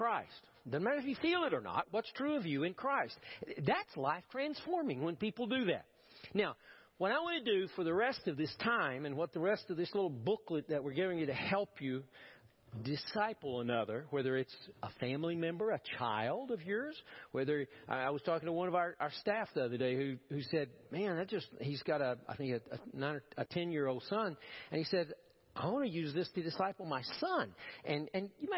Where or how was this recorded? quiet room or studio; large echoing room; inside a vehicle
large echoing room